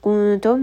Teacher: Noon sakin followed by one of the ikhfa letters. Hide the noon sakin within the makhraj of the letter ta. Mim has tawassut in kuntum.